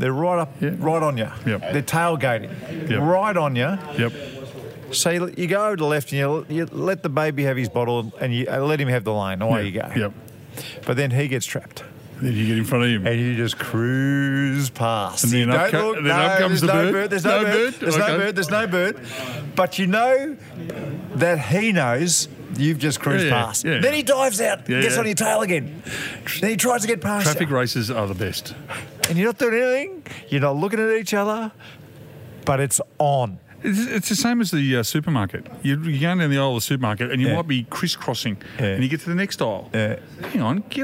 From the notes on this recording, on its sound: We're at the pub this week. Live from a sportsbar.